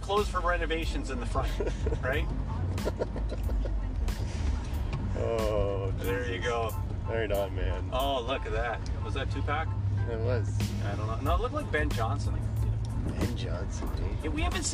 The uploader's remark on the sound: Funny interview while driving through Young Street.